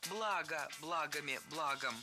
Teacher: Ударение в слове «благо» всегда падает на первый слог. Оно неподвижное.